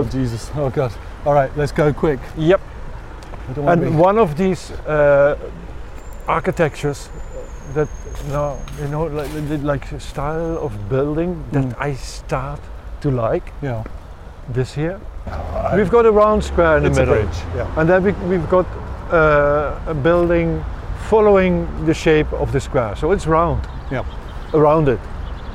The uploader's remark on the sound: Continue their historical walking tour through Kreuzberg. Outside Broadcast.